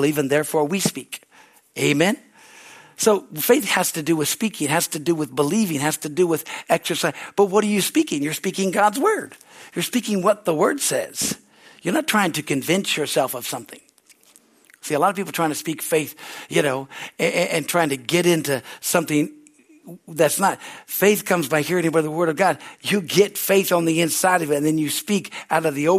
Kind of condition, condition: setting, large echoing room